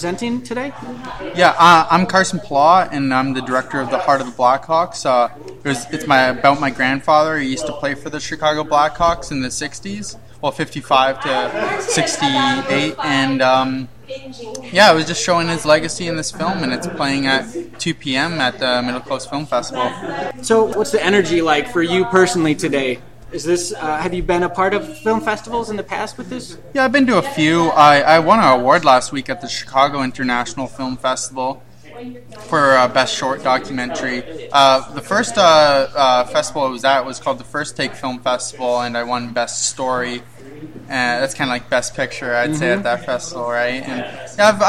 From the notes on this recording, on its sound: Middle Coast Film Festival 2018. This was recorded live in a noisy room, so be warned. Please suffer through the inferior quality.